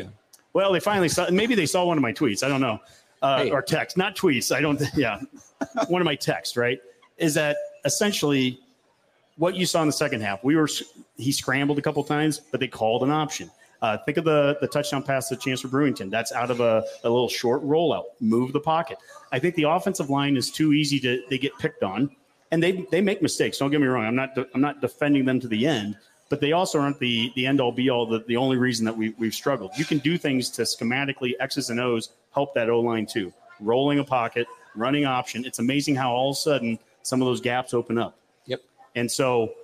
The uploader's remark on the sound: REDCAST LIVE! From the Hail Varsity Club. Had a blast going live in front of a studio audience at the Hail Varsity Club in La Vista, NE.